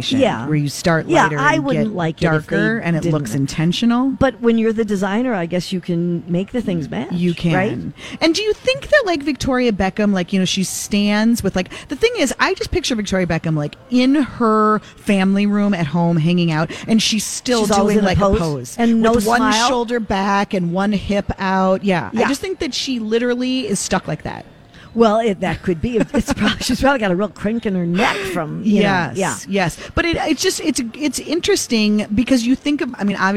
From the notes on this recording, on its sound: Live at the Galleria for Small Business Saturday!